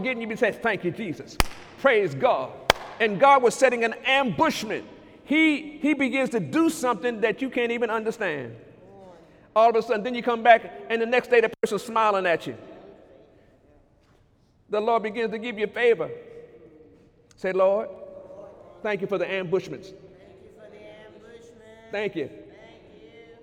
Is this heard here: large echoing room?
yes